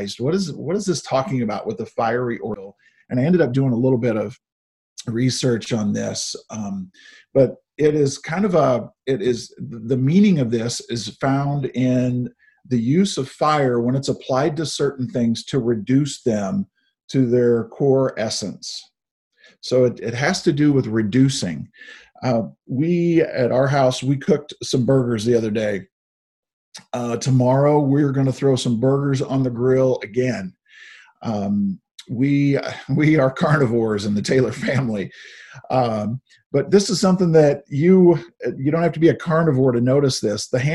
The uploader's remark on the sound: Zoom Sunday.